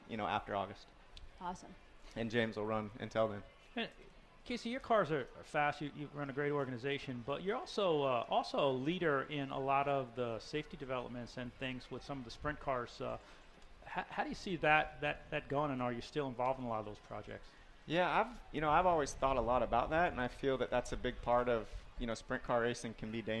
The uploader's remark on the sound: From Nashville Fairgrounds. LIVE at Nashville Fairground before the Music City Outlaw Nationals.